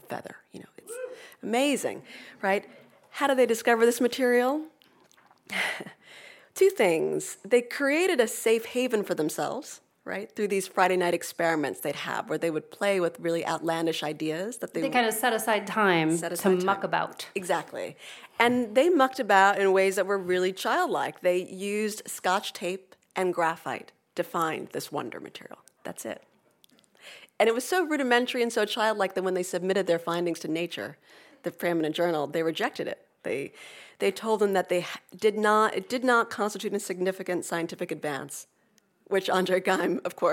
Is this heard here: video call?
no